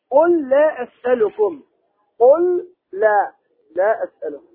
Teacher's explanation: هذه اللام التي في قل تدغم في لام لا